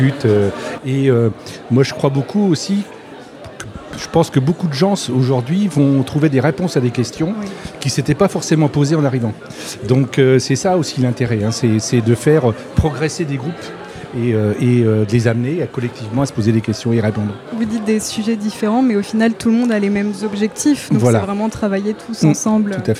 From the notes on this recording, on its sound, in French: nous sommes en direct des rencontres normandes du développement durable au MoHo à Caen